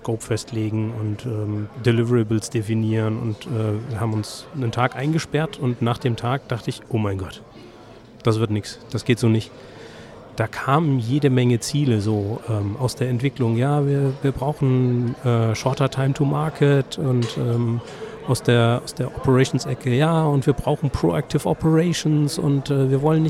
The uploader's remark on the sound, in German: die auf der DevOpsCon in München im Dezember 2019 aufgezeichnet wurde